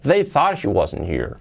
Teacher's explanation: la H de here, nos la comemos